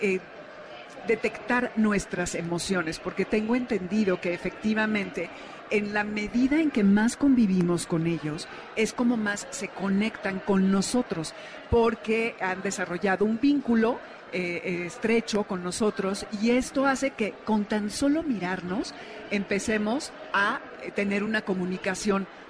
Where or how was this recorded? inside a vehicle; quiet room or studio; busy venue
busy venue